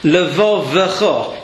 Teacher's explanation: two lamads make a very slight break and carry on